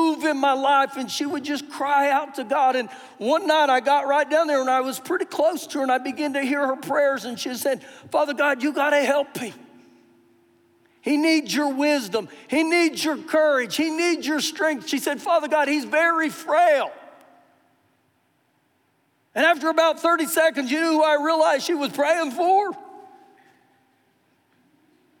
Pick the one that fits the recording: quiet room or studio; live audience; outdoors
live audience